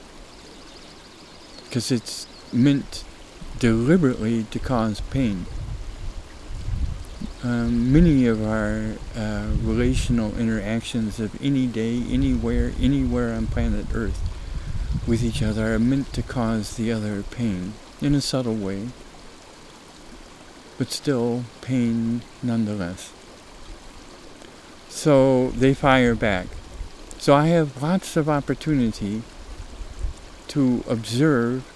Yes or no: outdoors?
yes